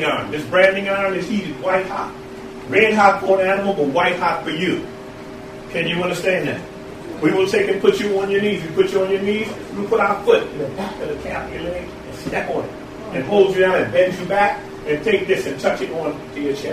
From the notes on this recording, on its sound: The Civics Mathematics and Science Charter School in Philadelphia visited the Lest We Forget Slavery Museum also located in Philadelphia. This is the audio of that tour conducted by the co-founders of the Lest We Forget Slavery Museum.